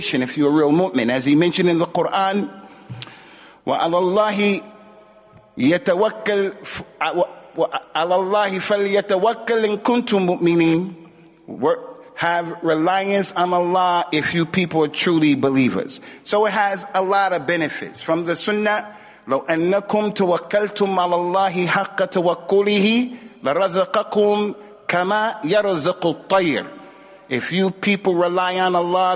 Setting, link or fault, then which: setting, large echoing room